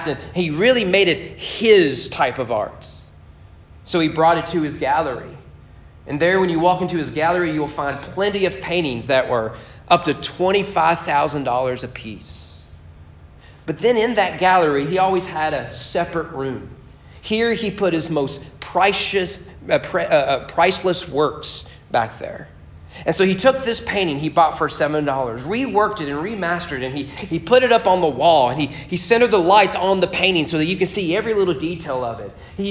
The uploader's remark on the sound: Sermon preached at Morehead State University Baptist Collegiate Ministry on February 8, 2022.